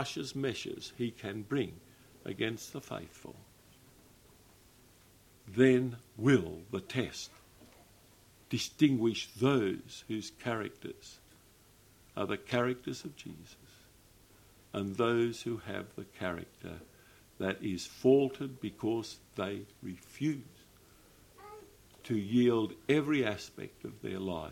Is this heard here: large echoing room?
yes